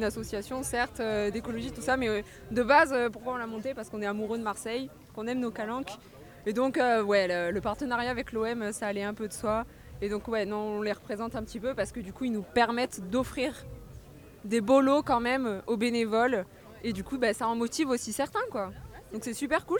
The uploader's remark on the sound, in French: Se sont fondues dans le décor du festival Clean My Calanques, festival qui a accueilli de nombreux invités et stands, le tout dans une ambiance zéro déchets.